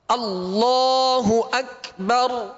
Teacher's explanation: اس میں جلالت اللہ عز و جل کا لام، اس کو پر کر دیں